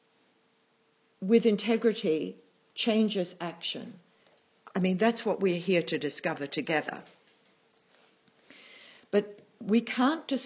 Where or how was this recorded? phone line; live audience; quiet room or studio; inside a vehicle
live audience